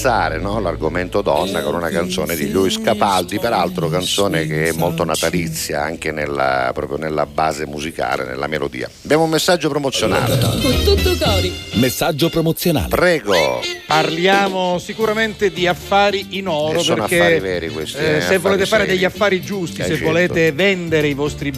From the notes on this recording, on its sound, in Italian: Al telefono